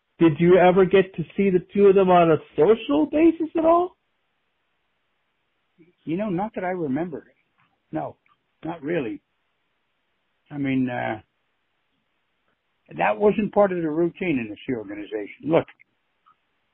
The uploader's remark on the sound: we must apologize for the technical quality of the call.